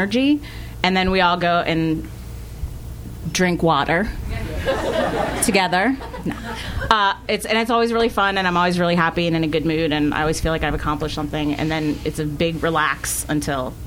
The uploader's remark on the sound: This excerpt is from our August show at Politics and Prose in Washington DC. Some audience members.